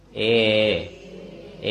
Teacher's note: สระเอเป็นทีฆะฐานเป็นคอและเพดาน กรถ้าเป็นคอก็เป็นคอเหมือนเดิมถ้าเป็นเพดานก็กลางลิ้นส่วนปยัตนะสระเอเปิดอีกทีนี้ออกเสียงเอเอเออาอีอูเอเห็นต่างกันแล้วนะเห็นต่างกันต่อไปสังกระตัวสุดท้ายตัวที่8ข้างบนเป็นทีฆะสังกระด้านขวาต่างจากเอแล้วเกิด